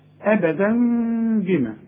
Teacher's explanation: هتقلب التنوين إلى مين وتخفيه وتغنه · Term: إقلاب مع الإخفاء مع الغنة